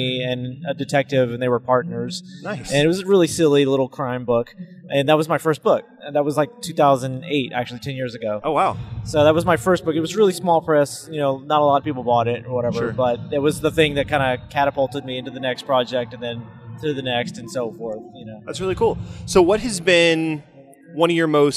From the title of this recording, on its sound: at Dallas Fan Expo 2018